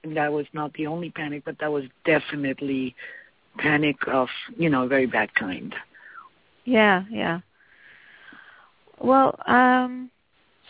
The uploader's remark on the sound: Takes your calls for healing live today!